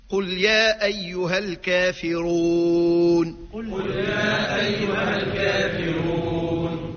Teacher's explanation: القراء العشرة على تفخيم الراء المضمومة